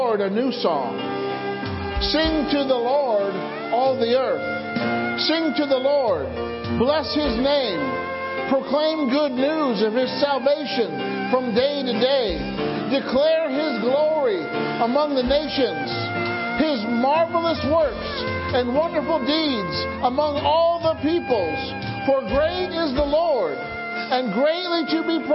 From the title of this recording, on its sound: Community Prayer, Praise, and Worship -Wednesday Night Service